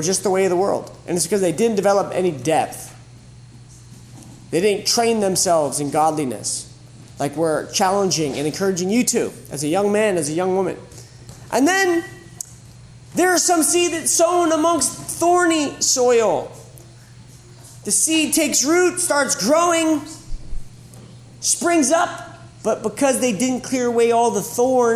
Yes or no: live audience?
yes